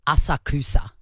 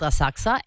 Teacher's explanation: You don't pronounce the U · Shown in: second take